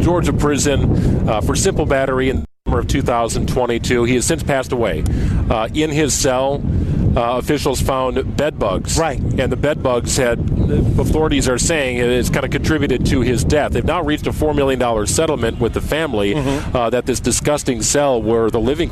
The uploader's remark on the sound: LIVE from the Milwaukee Night Market